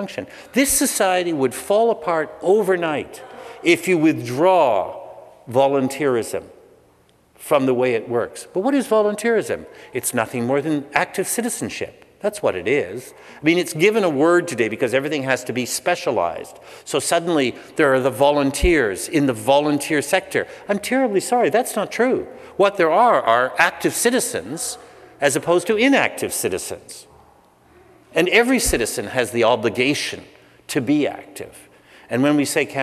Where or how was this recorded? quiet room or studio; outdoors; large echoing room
large echoing room